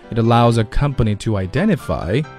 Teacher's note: 以连在一起。 it allows 再连过去 It allows a company to identify,后面停顿连到后面去，这个就是一个不松气的 t,读得像 d 一样